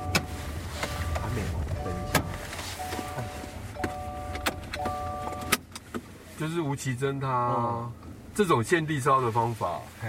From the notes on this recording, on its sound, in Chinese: 大隆田展區」現場導覽